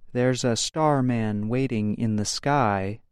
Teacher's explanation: English speakers will often say the words, there's a, quickly, and then emphasize the word directly following, usually the subject of the sentence.